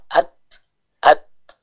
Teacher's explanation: Jadi kita terhenti dulu suaranya, menyempurnakan sifat syiddah, baru setelah itu kita berikan sedikit udara untuk menyempurnakan sifat hamasnya. Ini yang bisa kita perhatikan dalam pengucapan huruf kaf dan huruf ta yang sukun.